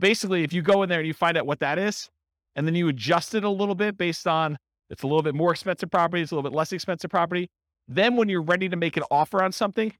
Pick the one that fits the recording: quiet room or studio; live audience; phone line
live audience